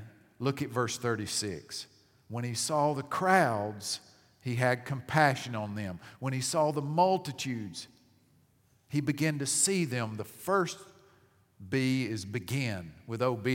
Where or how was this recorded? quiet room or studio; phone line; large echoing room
large echoing room